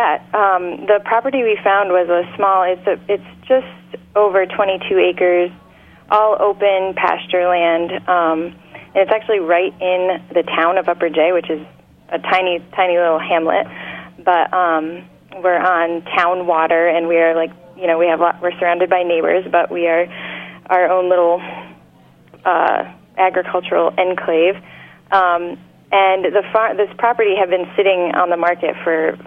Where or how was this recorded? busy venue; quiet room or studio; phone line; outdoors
phone line